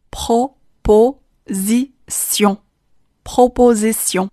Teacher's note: S 在这个单词中发 Z · IPA: [prɔpozisjɔ̃]